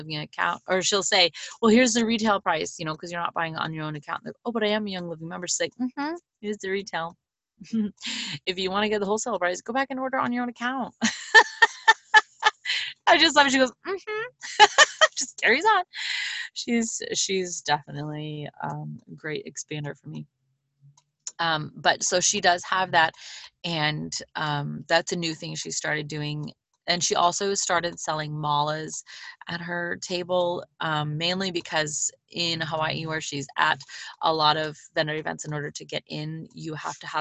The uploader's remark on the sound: Sitting in the Car - PHONE Biz Zoom!